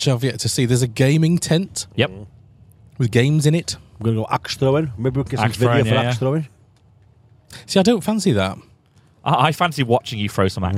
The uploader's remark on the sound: We visit Catton Park in Derbyshire to get all the juicy bits from Bloodstock Festival 2023.